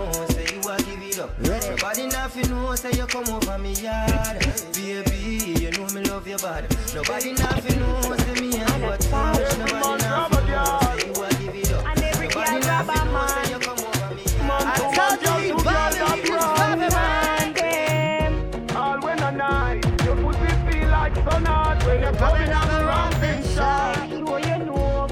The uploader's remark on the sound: live set at Soulbaila in Hartford,CT.